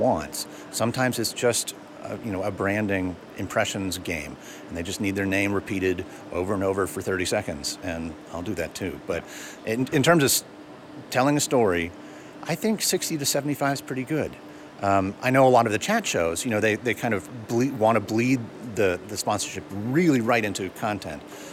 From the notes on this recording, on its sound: Live from Podcast Movement in Las Vegas.